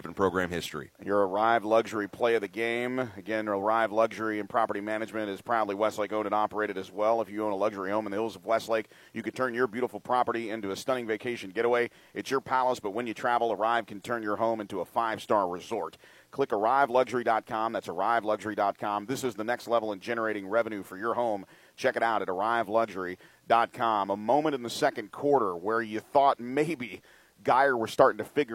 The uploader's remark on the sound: Enjoy the final call and the post game show live from AT&T Stadium.